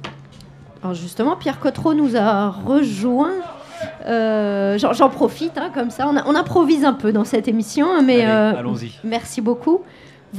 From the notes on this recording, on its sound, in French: Emission spéciale en direct et en public du 6b à Saint-Denis ! À l'occasion des Portes Ouvertes et de Nuit Blanche !